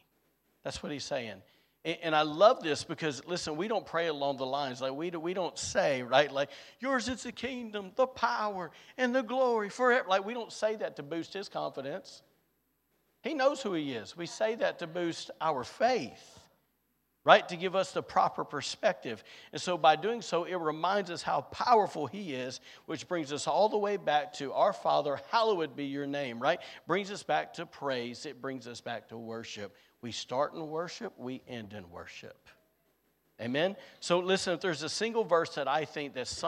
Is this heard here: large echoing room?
yes